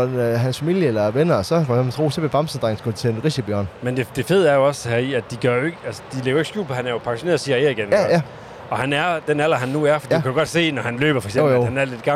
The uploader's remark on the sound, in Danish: Denne gang på en larmende rasteplads. Afsnittet er nemlig optaget på vej til Tour de France.